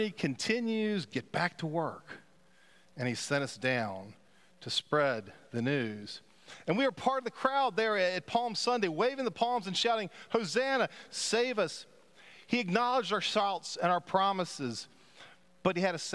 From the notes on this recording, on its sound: Pender UMC Contemporary Worship Easter Sunday April 9, 2023 at 11:15 am